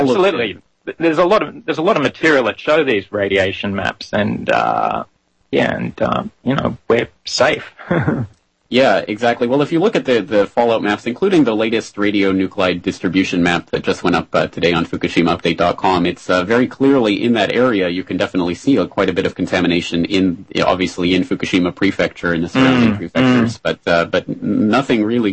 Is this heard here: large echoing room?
no